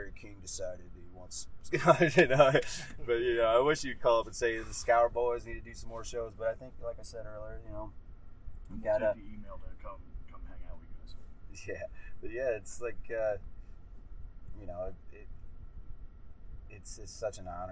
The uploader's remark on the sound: so as with most of our mobile interviews the sound isn't perfect